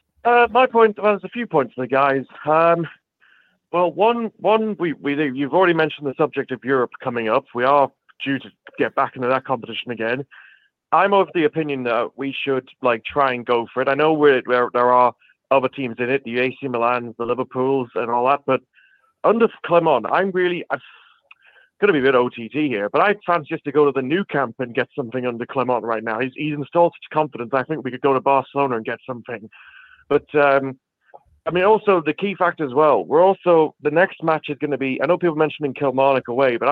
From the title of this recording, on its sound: Rangers Rabble Phone